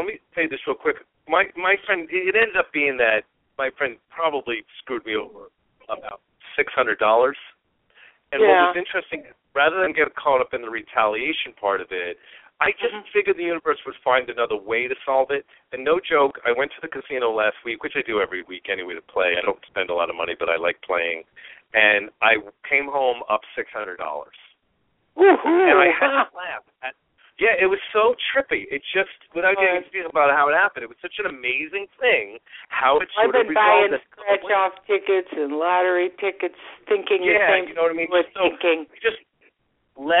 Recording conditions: phone line